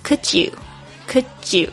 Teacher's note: 那个 D 跟 Y 那个声音就变成 you，ju，ju 的声音哦